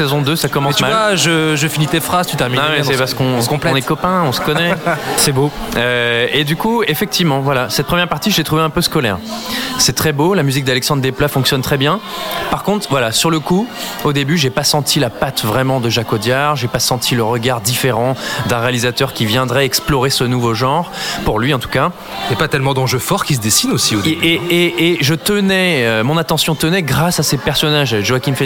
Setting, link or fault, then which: setting, busy venue